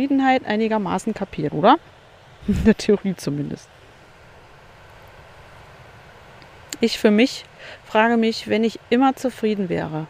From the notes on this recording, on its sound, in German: Das Meer ist mein Begleiter in dieser Folge, ein Strandkorb mein Aufnahmestudio. Es ist kurz vor Sonnenuntergang an einem der schönsten Strände die ich kenne. Paar Minuten White Noise am Ende.